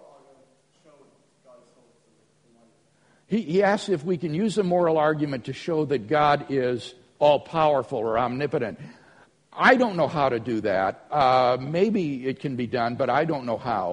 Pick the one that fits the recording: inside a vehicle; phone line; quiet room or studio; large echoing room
large echoing room